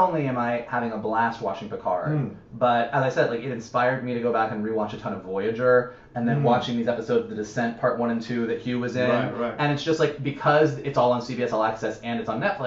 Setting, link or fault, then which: fault, poor microphone